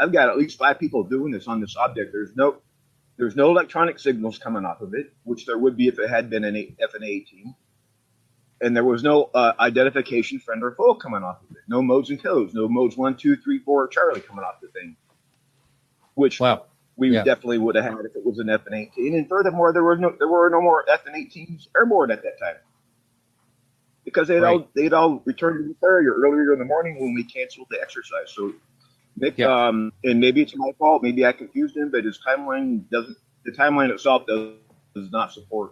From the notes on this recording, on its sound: Listener call-in show. KGRA Radio.